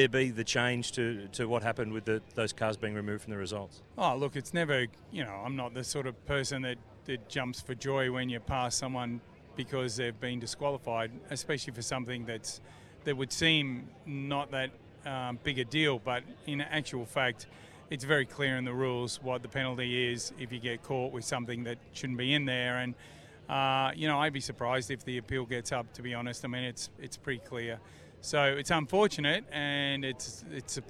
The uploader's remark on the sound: live from the Newcastle 500!